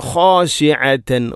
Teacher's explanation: ഇവിടെ خاشعة خ തൊണ്ടയുടെ ഏറ്റവും മുകൾ ഭാഗമാണ് ഖ എന്നതിൻ്റെ മഖ്റജ്. അതുപോലെ തന്നെ ഐൻ خاشعة، ഐൻ തൊണ്ടയുടെ മധ്യഭാഗം.